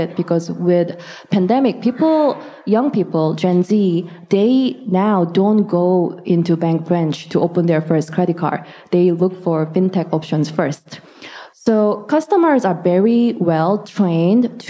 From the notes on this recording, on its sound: This recording is from Fintech Nexus USA (formerly known as LendIt Fintech USA) held at the Javits Center in New York City. It is from the track: Data, Fraud and the Future of Identity.